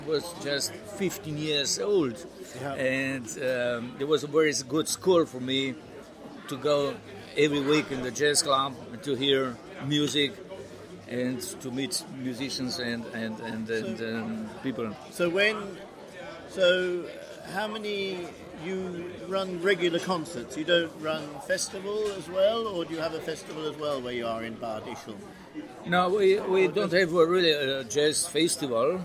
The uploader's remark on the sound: Recorded at Inntöne Festival, 14 August 2020